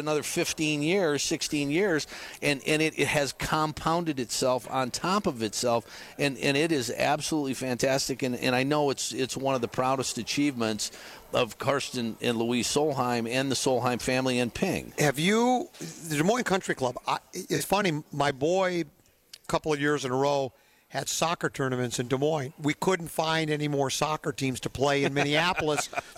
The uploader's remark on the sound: Live From PGA TOUR Superstore.